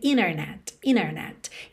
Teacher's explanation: A gente omitir o T e ligar no N.